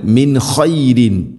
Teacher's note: മിൻ ഖ ഇസ്ഹാർ വെളിവാക്കി ഉച്ചരിക്കണം